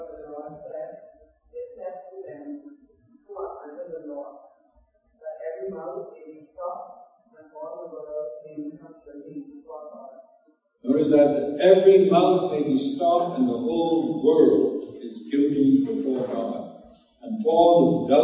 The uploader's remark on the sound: Note there are some Audio Issues with this recording